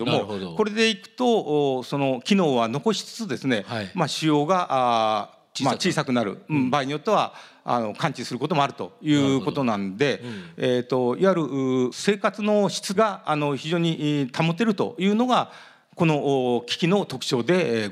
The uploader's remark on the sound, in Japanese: 東京・東銀座の時事通信ホールで行われた「ラジオNIKKEI 相場の福の神 注目企業ＩＲセミナー」